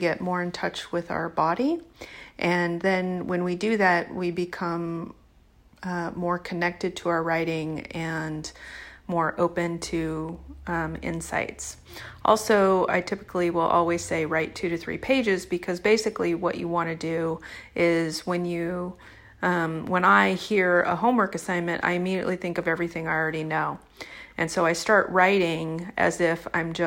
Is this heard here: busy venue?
no